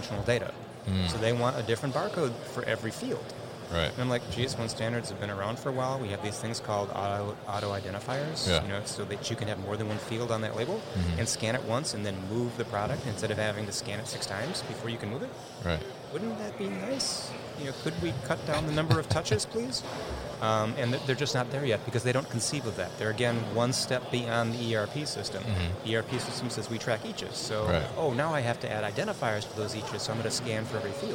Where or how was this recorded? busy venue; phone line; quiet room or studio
busy venue